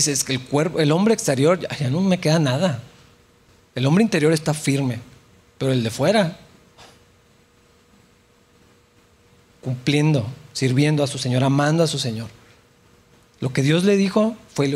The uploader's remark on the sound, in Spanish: en la iglesia de Capilla Calvario Chihuahua